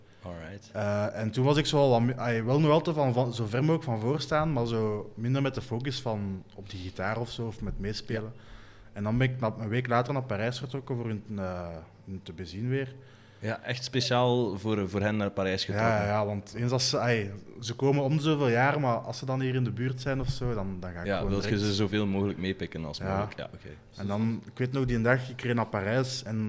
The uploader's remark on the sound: This episode was again recorded at Cultuurcafé Foyer in Zottegem.